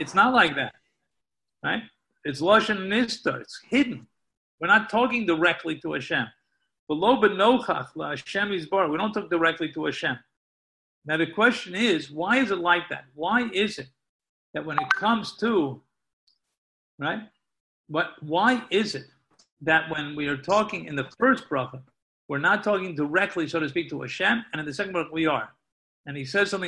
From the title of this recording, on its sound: Live on Zoom